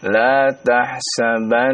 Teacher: Nunnya bertasydid ya, Bapak tahan.